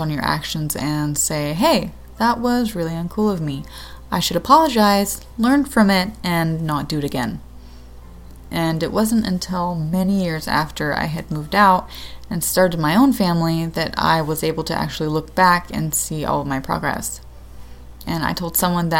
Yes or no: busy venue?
no